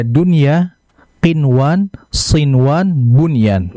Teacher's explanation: Itu satu kata. Maka dari sisi bacaan harus dibaca idhar mutlak. Nunnya dibaca jelas.